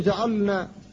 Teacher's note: الفك في جعلنا، فاللام هنا ساكنة وبعدها النون وهي مجانسة لها، فاللام والنون مخرجاهما متواليان في طرف اللسان، لكن لا ادغام هنا، فلا بد أن تفك سكون اللام فتقول جعلنا، وهنا لا